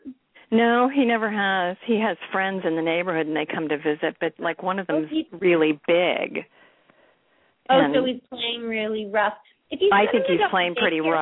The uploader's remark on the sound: open up the lines for listeners to call